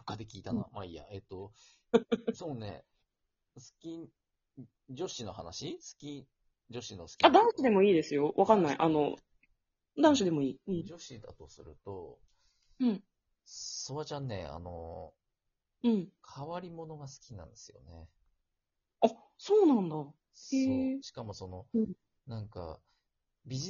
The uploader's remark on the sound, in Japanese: 音声トラブルで